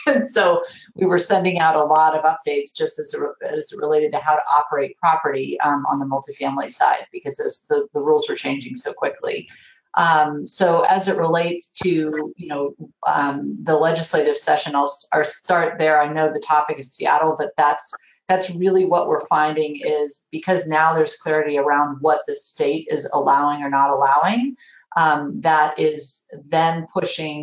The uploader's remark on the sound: Recording of my May 18, 2021 Webinar. Webinar with NAI Puget Sound Properties.